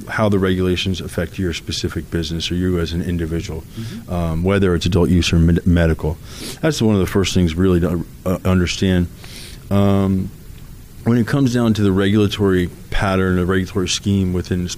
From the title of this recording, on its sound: Live From The 2019 USCC Expo